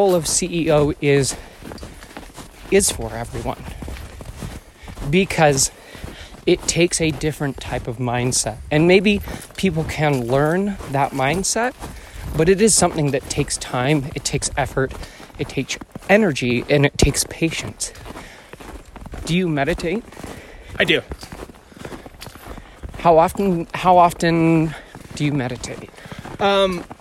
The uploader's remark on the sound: All while enjoying a beautiful hike in the woods humbly passing an iPhone back and forth.